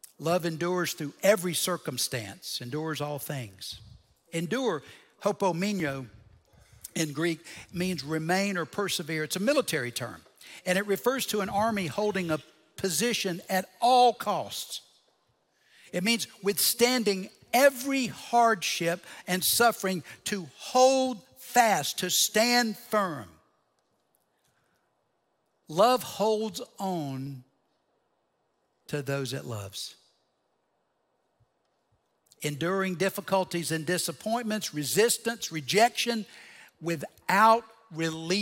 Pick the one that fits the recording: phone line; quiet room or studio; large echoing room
large echoing room